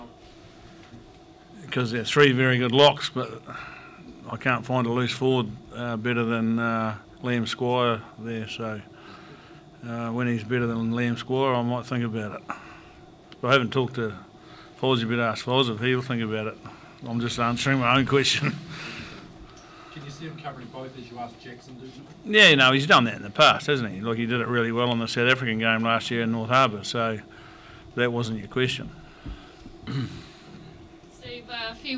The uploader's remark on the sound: PRESS CONFERENCE. After the All Blacks defeated France 49 - 14 in the third and final Steinlager Series Test.